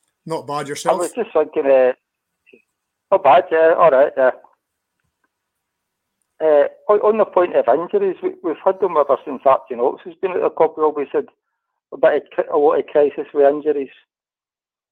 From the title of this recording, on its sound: Rabble Phone